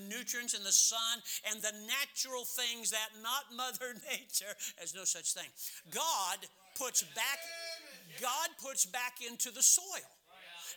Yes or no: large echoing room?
yes